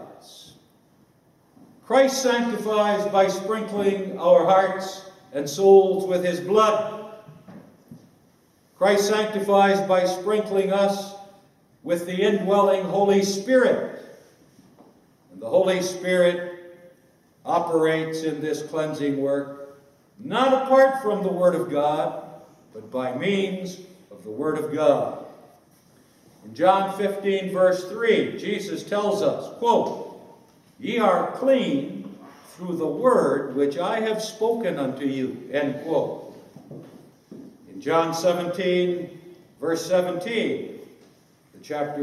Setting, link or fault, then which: setting, live audience